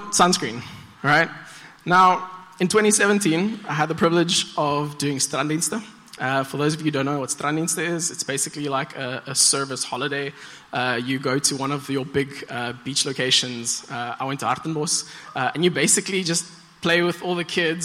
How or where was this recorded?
large echoing room